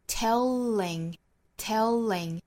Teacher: 美音之中呢会有一个小的舌侧音的连贯